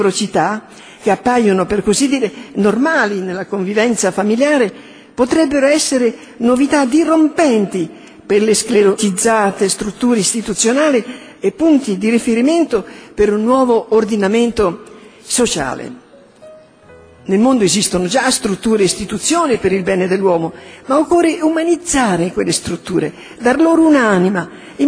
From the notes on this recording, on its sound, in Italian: A Lucerna al 19°congresso internazionale della Fondazione svizzera per la famiglia.